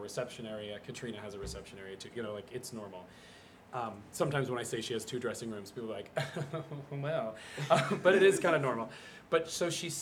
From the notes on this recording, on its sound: at BroadwayCon 2022 for the first ever LIVE TAPING of The Art of Kindness podcast